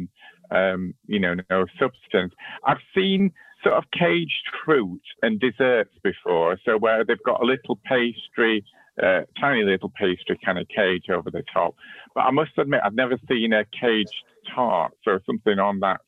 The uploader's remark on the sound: As we recorded this podcast remotely via Zoom.